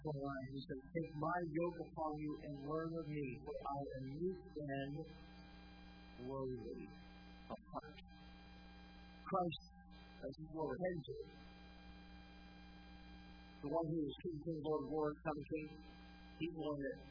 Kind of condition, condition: setting, large echoing room